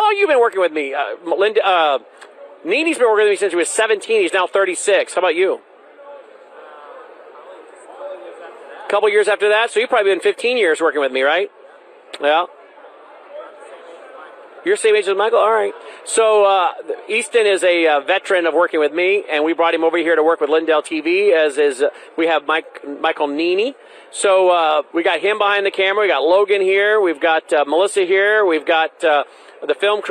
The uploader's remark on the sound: Live From CPAC